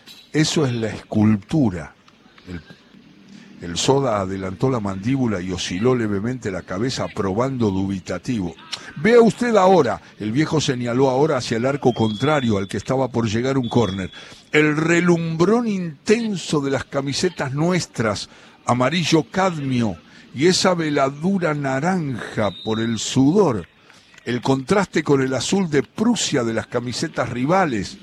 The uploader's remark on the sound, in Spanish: Desde la Feria Internacional del Libro de Buenos Aires